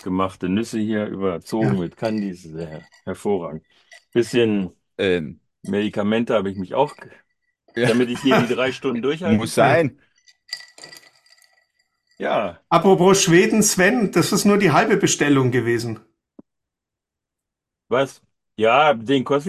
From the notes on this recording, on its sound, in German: Zur Weihnachtsfeier 2023 haben sich im Zoomcall zusammengefunden